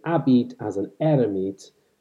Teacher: The third line is, in fact, even more interesting because the alliteration here seems to be carried by the vowel, and it suggests that the H in words like habit and hermit were not in fact pronounced